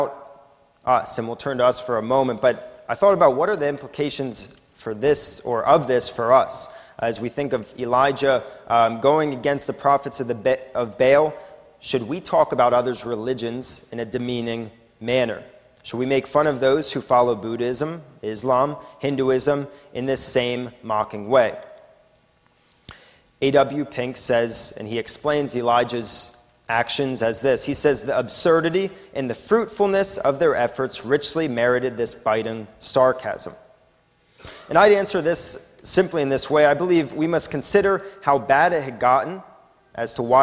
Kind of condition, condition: setting, large echoing room